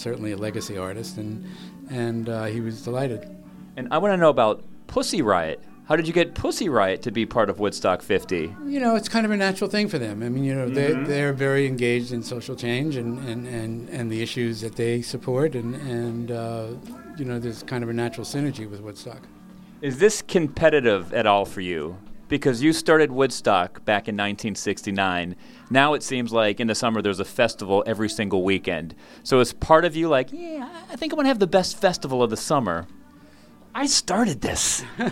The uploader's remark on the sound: At the Woodstock 50 press conference announcing the lineup.